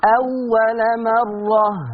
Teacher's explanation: أي نعم الواو حرف رخو ولكن لا نبالغ في صفة الرخاوة حتى لا تتحول إلى حرف ممدود · Term: الواو المشددة